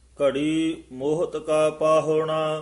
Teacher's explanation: ਇਹਨੂੰ ਮੋਹਤ ਪੋਲਾ ਹੀ ਉਚਾਰਨ ਕਰਨਾ ਮਹੱਤ ਨਹੀਂ ਕਹਿ ਦੇਣਾ